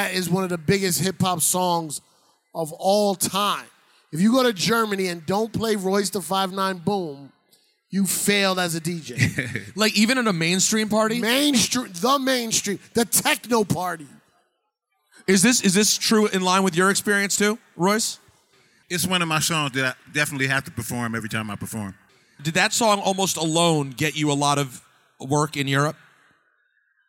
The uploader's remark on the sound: Live from Sneakercon in Detroit.